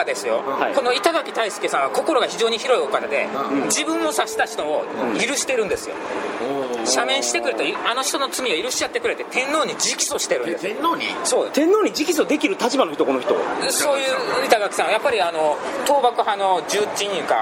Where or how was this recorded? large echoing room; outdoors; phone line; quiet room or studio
outdoors